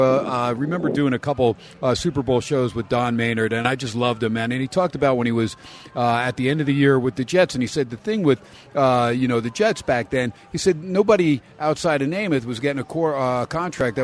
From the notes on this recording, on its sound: "Live" from Steiner's Pub in Las Vegas